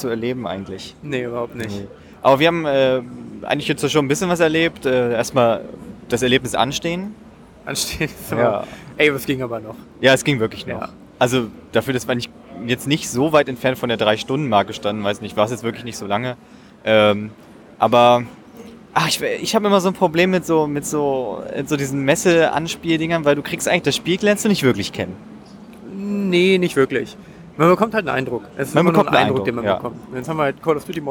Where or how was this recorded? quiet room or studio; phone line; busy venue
busy venue